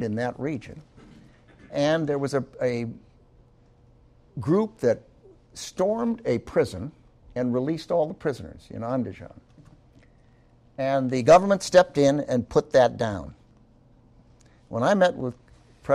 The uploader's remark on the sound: As a guest lecturer at the Citadel Military College in Charleston, South Carolina in 2012